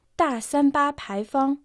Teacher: «Пай фан» произносится отдельно во втором и первом тоне.